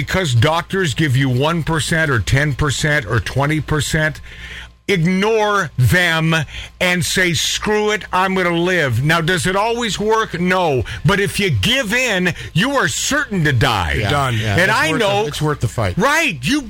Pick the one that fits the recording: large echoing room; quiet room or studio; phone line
phone line